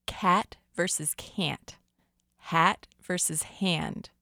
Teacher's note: Around here, it's pretty typical to pronounce the letter A much more nasally if it comes before the letter N.